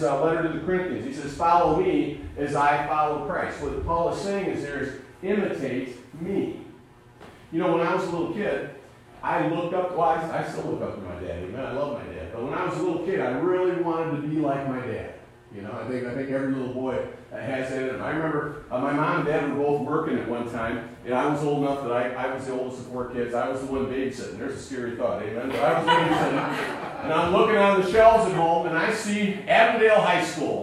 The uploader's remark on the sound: Sunday morning message recorded live at Calvary Baptist Church of Caseville.